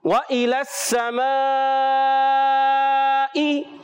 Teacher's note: واو کو ہونٹوں کی گولائی سے ادا کریں گے، حمزہ واضح کریں گے. · اور پیارے بچوں دیکھیے یہاں پر سین پر تشدید ہے، سین کی ادائیگی سیٹی کے ساتھ ادا کریں گے